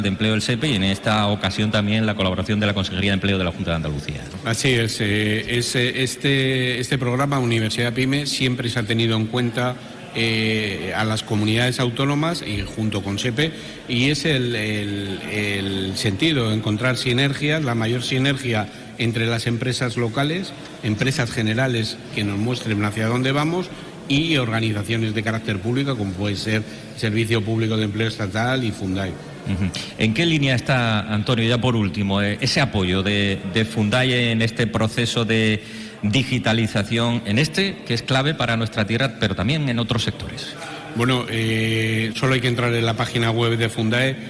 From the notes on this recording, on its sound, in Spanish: Hoy programa en directo desde Córdoba con motivo de la celebración del Congreso Sembramos futuro.